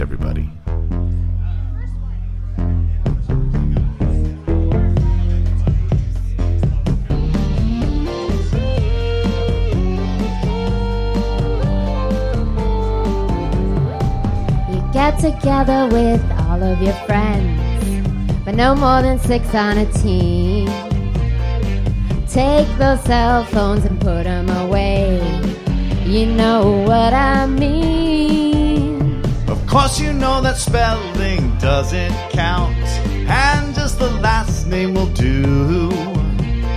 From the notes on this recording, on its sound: Live from the Skylark Cafe!